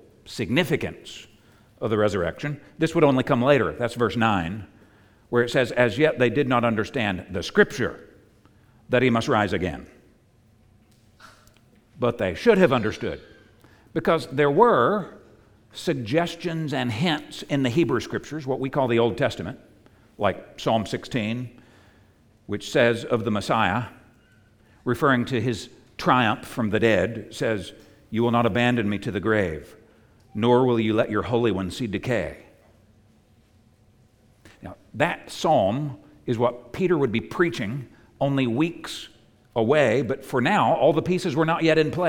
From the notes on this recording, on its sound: At the United Christian Church of Dubai. On Easter Sunday 2022.